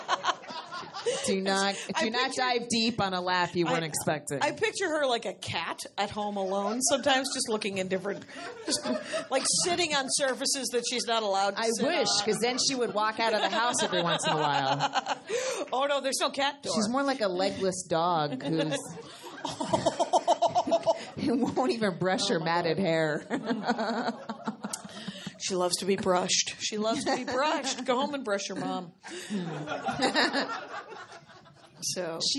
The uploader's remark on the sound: at Flappers comedy club in Burbank, California for their fist ever live show!